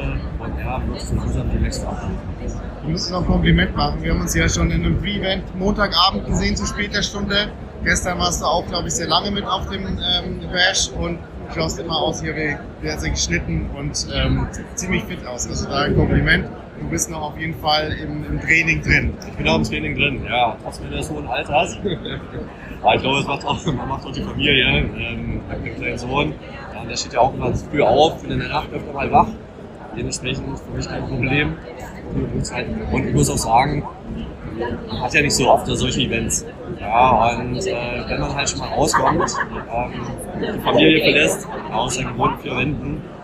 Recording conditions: background noise